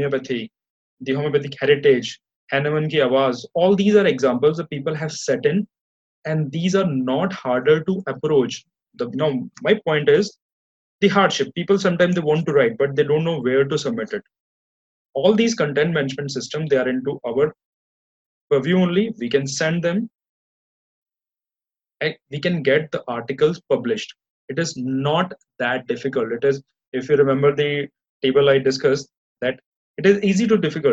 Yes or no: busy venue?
no